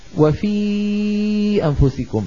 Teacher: وما قلناه عن الواو يقال عن الياء، وفي أنفسكم مثلا، وفي في الفك انخفض، يعني هذا مخرج الياء المتحركة وسط اللسان مع خفض الفك، وفي نفس الوقت الحبال الصوتية ترتجف وتهتز في الحنجرة